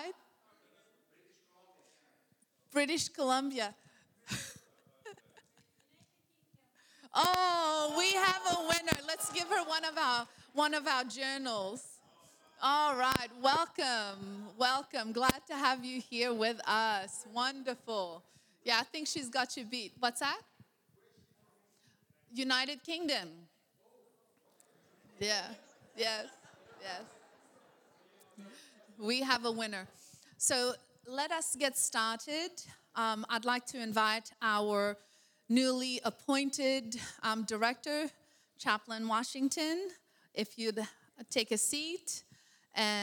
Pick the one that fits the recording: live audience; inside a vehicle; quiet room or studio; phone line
live audience